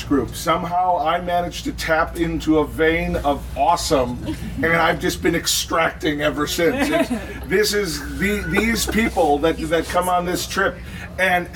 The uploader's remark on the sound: Live From Desire. As well as a couple dozen other sexy naked people, for an open-mic discussion group towards the end of our amazing week at Desire. Other than inserting a couple commercial breaks, this is completely unedited.